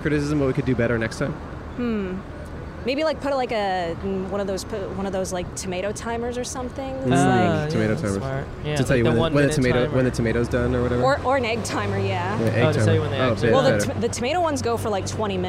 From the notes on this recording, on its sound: Recorded on Hill Street in Downtown Los Angeles.